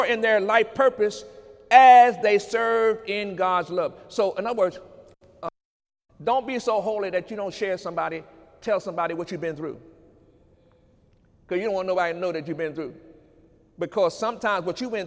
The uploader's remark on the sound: During Sunday morning service on November 11, 2018